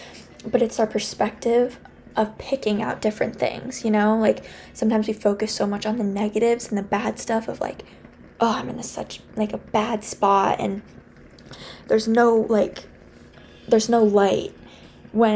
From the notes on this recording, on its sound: I'm so sorry about the music in the background